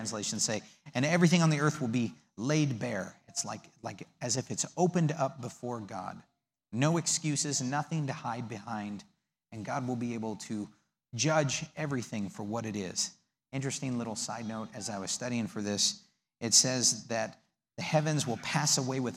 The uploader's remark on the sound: The audio from the servantship service of May 19th, 2019.